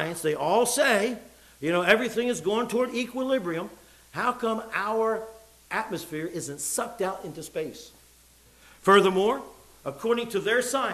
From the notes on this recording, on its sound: It was preached in the evening service